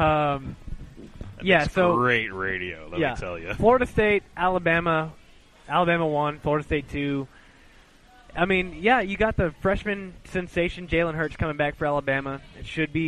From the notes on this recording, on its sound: Live From Nates!